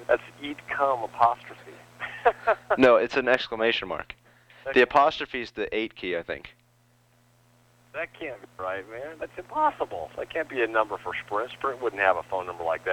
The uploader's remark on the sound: …'s Personal Prank Phone Calls Collection.